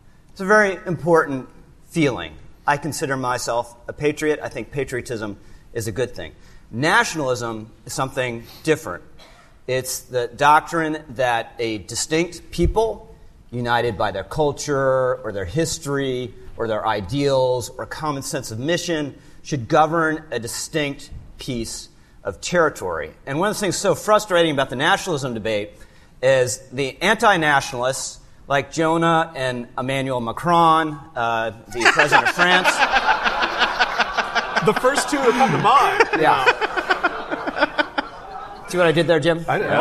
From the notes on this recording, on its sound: The latest episode of The Remnant is actually audio of a conversation. At the 2019 National Review Ideas Summit.